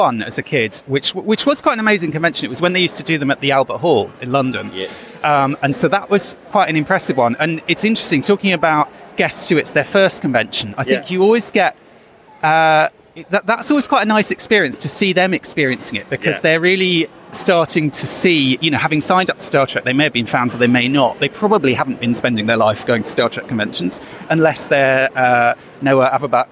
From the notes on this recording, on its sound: Live from Destination Star Trek London 2021. Billed as Europe’s largest Trek convention.